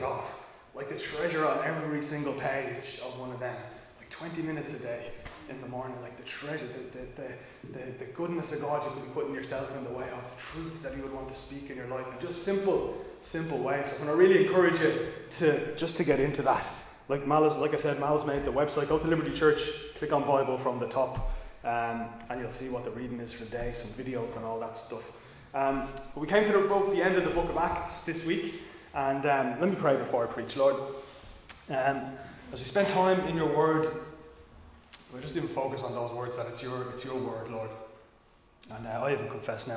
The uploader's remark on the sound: Recorded live in Liberty Church on 20 March 2022